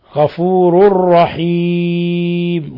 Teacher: تنوين ضم جاء بعده الراء الحكم التجويد إضغام بغير غنة